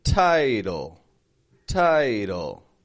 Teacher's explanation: the first T in there makes a strong T sound, whereas the second makes a R. Kind of a flap T, as we call it.